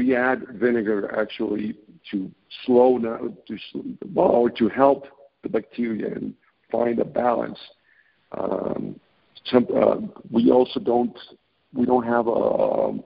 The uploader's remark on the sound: I scheduled a phone interview